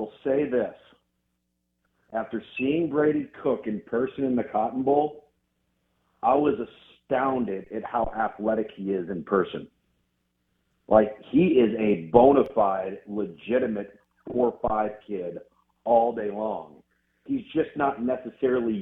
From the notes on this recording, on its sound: Joins the show on the Farm Bureau guest line talking about next season in SEC football live in the BankPlus Studio.